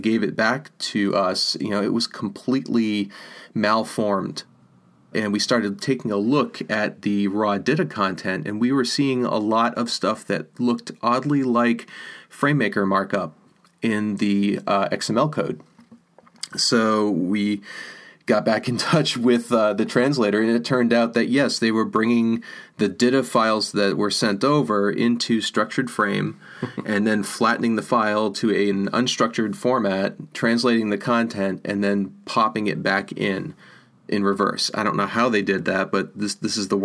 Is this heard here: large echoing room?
no